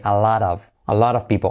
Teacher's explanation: se suele convertir la T como una R suave